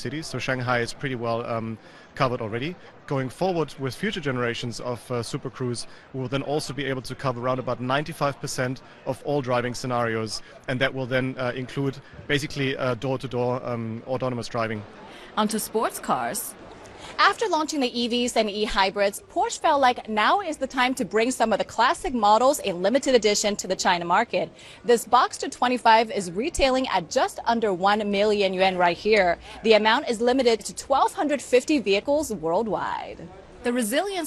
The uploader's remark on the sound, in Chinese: 2021 Shanghai Auto Show。Navigates the massive National Exhibition andConvention Center。在国家会展中心，为我们带来现场报道。